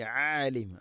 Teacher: ആലിം ഐന് തൊണ്ടയുടെ മധ്യഭാഗം